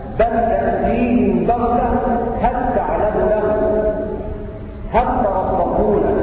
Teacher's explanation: وأدغم لام بل وهل في التاء